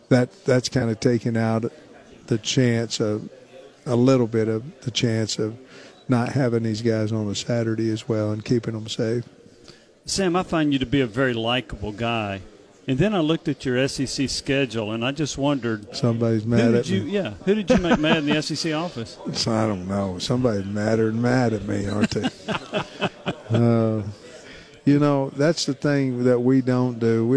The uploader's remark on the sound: live from SEC Media Days